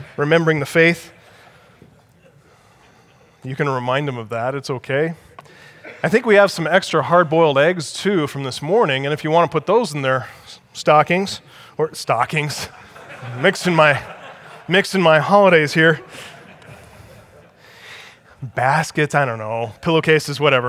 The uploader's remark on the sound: Audio from the Act Like Men Conference in Northern Colorado.